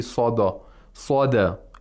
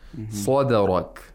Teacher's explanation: You should pronounce the dal with tarqiq. · Shown in: second take